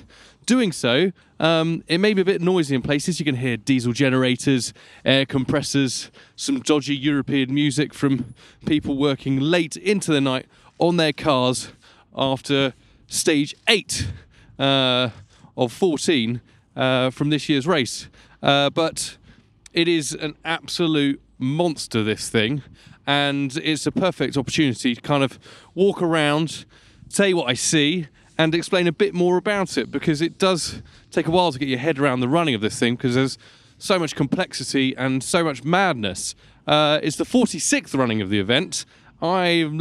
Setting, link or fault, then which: setting, outdoors